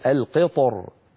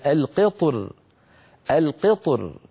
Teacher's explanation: بعض العرب كان يفخم الراء مراعاة لحرف الاستعلاء الملاصق للراء · Shown in: first take